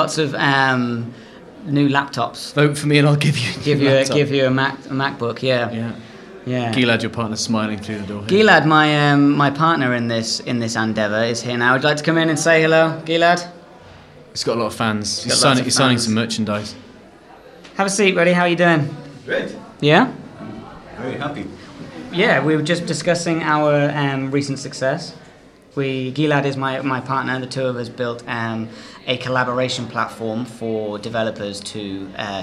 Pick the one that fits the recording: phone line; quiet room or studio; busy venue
busy venue